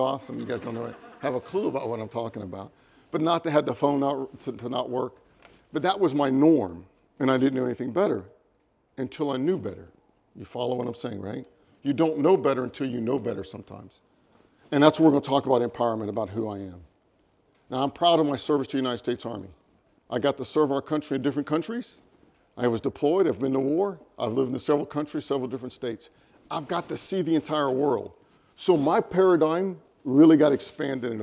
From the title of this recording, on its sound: LIVE recording